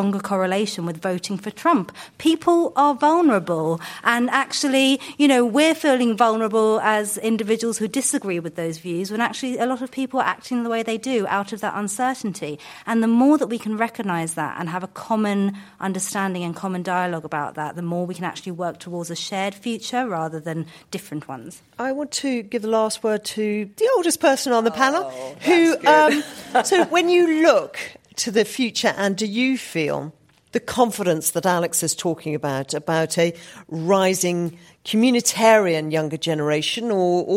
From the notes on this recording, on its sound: in front of an audience of international students